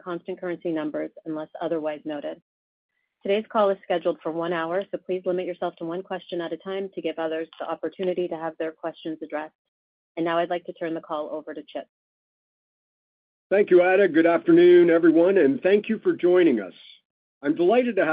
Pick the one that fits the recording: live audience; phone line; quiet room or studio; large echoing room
phone line